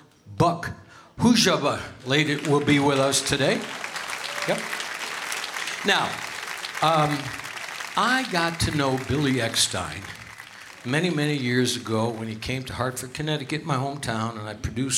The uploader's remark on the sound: Live at the South Point Casino